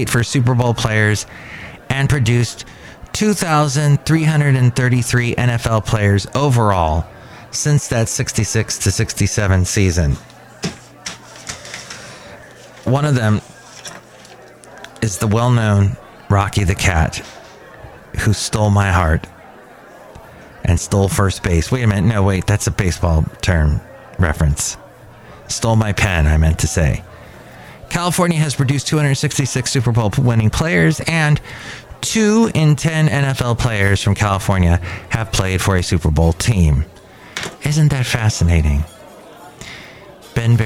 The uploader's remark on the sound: podcasts live from Cafe Anyway